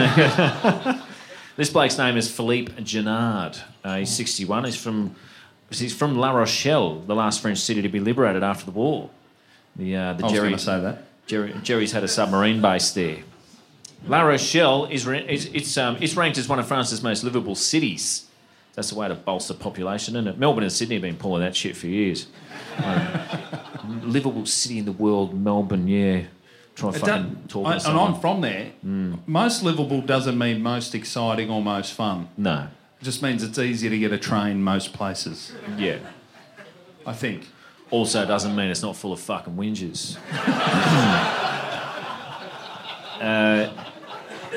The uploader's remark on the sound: LIVE IN BRISBANE. The boys are LIVE from a sold out GOOD CHAT COMEDY CLUB in BrisVegas.